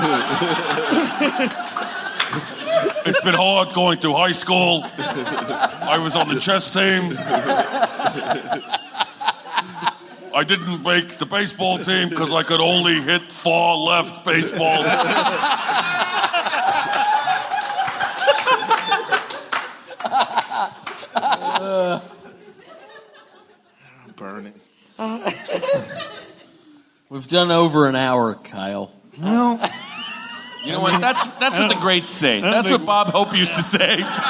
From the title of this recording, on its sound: Live from LA Podfest